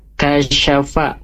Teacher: kasyafa huruf kaf, sya, fa itu pendek tiga-tiganya